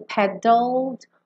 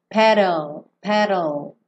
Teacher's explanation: Paddled. Aqui você tanto pode fazer o D sequinho, paddled, ou você também pode fazer o rarara